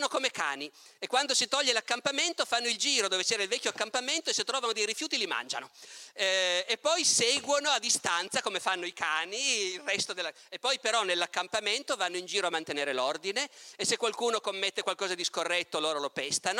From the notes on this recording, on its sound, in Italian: Tratto dalla conferenza "La civiltà e i selvaggi - Festival di Camogli 2019".